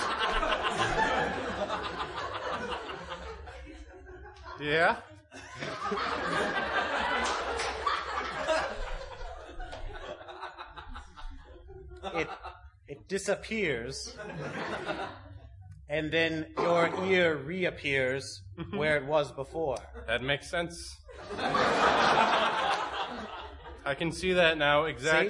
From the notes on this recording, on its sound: This is a special double length episode that was recorded live at the Mix Tape Comedy show held at the ComedySportz theater in Minneapolis, Minnesota.